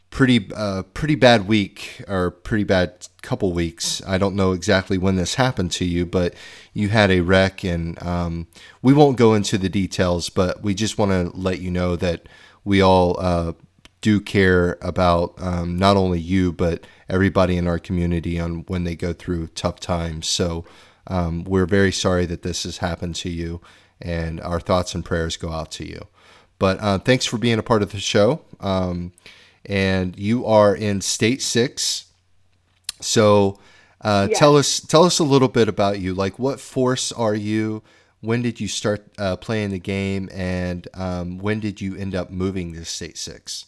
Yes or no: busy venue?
no